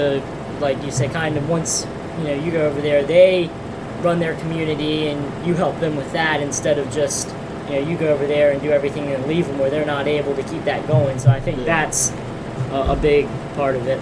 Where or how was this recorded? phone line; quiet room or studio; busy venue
busy venue